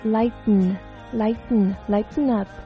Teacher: 那一些美国人英国人他们会选择把 t 给省掉了，就是鼻腔爆破